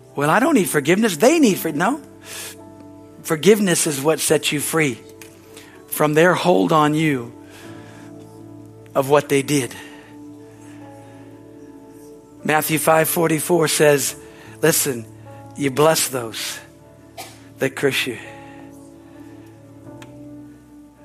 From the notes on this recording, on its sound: Is from the Sunday service on April 2, 2023 at Harvest Bible Church in Stockton, CA.